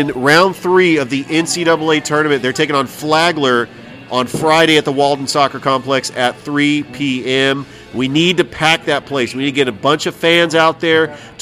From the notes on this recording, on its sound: Live from Ivy Park Sports Bar and Grill